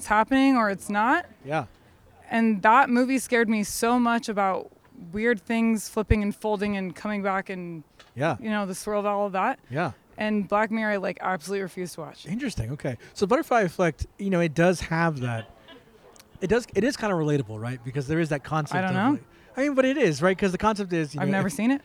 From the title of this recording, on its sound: Live at UD’s Halloween bash 2023